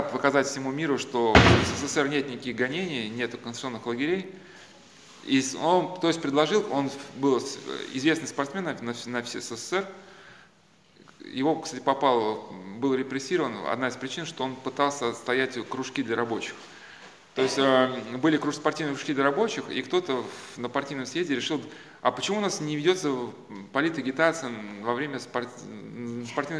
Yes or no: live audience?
yes